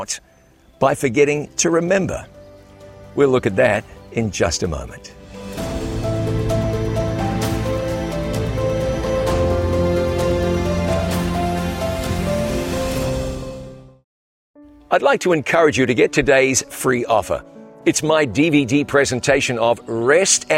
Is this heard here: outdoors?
yes